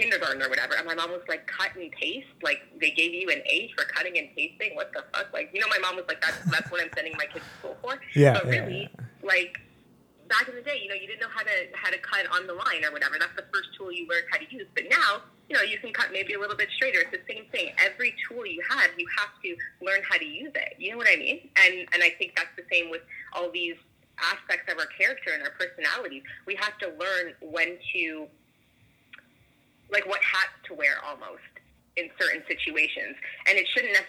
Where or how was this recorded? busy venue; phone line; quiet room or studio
phone line